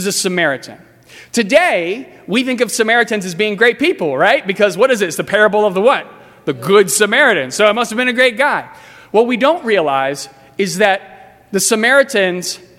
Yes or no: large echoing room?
yes